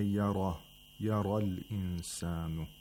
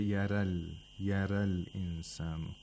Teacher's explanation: we have the ra in yara, which is pronounced with tafkhim, with thickness, as opposed to thinness · Shown in: first take